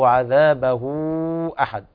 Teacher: مد مفصلة كبرى لوقوع الهمزة بعد هاء الضمير الموصولة بواو لفظية